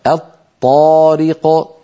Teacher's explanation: أدغمنا لام التعريف في الطاء فصار النطق بطاء مشددة، أيضا لابد من أن يكون النطق بطاء مشددة غير مفكوكة، الطارق.